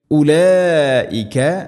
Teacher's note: ഉലൈക മദ് മുത്തസിൽ, നിർബന്ധമായിട്ടും നാലോ അഞ്ചോ ഹർക്കത്തിൻ്റെ ഖദറിൽ നീട്ടണം.